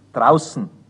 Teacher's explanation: Eines der originellsten Wörter in diesem Zusammenhang ist draußen. Das R Nach dem D wird nicht gesprochen.